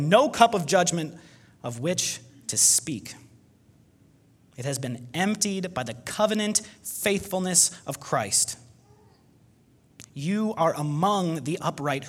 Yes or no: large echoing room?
yes